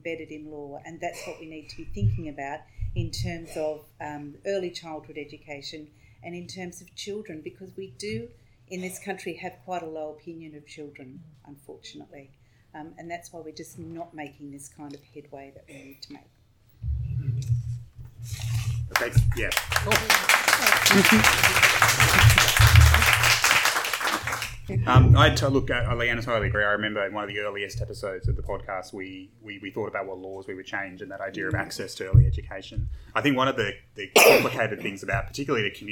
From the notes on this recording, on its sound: LIVE from the SJIEC Conference. It’s a special live edition of the podcast recorded at the Social Justice in Early Education Conference.